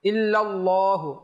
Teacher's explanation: আল্লাহ শব্দের লাম মোটা হবে